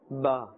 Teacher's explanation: The ba, the wet part of the lips must touch